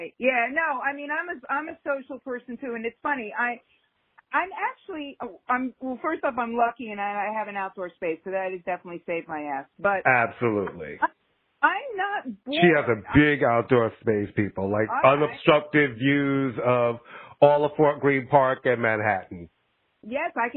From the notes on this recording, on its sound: recorded via phone